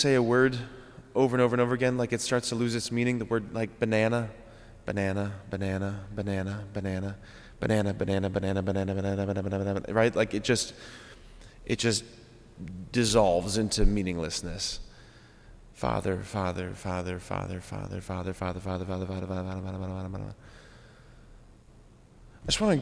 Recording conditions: large echoing room